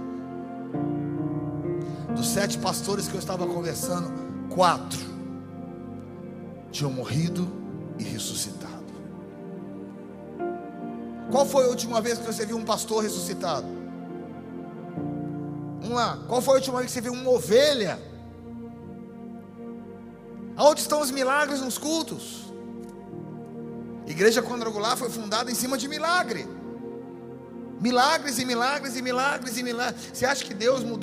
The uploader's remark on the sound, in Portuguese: A Refúgio Summit Conference aconteceu no dia 30/09/2023 na nossa Igreja.